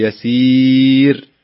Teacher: لما تقول يسير وتخرج الياء بمخرجها الحقيقي من وسط اللسان تكون أفضل وأقوى